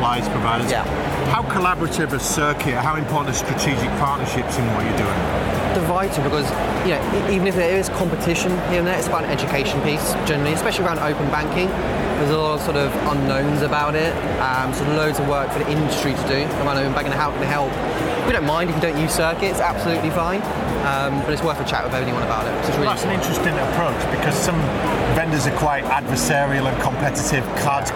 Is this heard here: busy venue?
yes